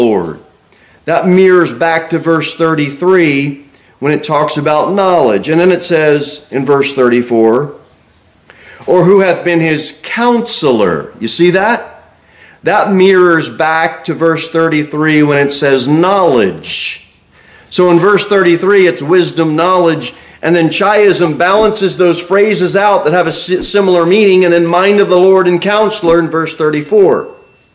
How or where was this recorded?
large echoing room